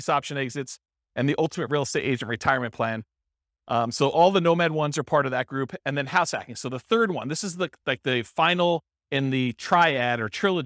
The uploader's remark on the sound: This was a live class recorded